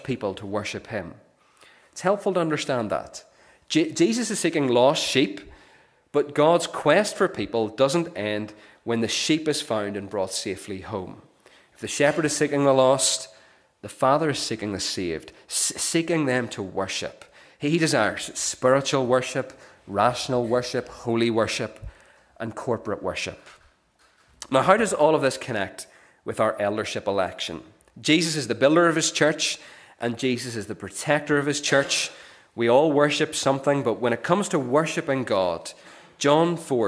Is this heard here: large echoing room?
yes